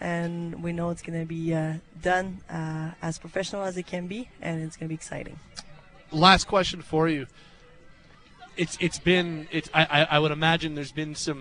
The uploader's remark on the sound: Live from the Shaw Charity Classic